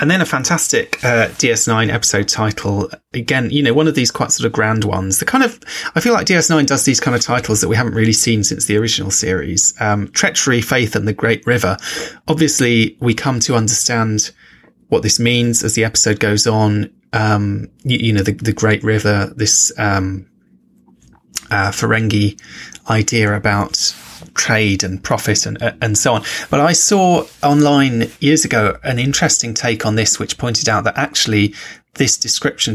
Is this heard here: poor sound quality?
no